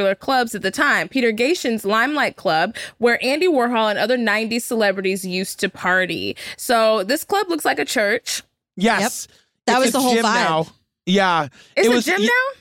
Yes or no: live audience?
no